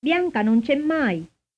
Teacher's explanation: Notice the stress on mai.